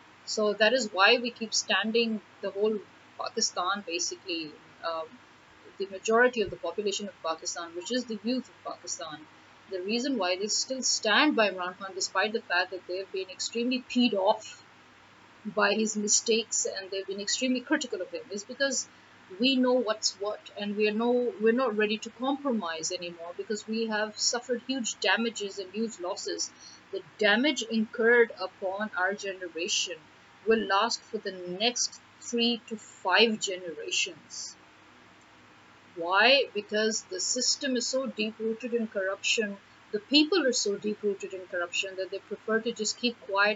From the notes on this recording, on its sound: It was too hot to turn off the fans and record on my mobile, needed the noise cancellation of my laptop mic, but the problem there is the voice gets a little distorted while the cancellation works...so apologies in advance.